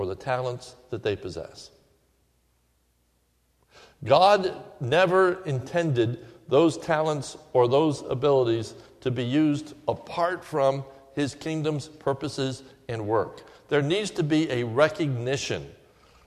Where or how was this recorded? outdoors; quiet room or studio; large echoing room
large echoing room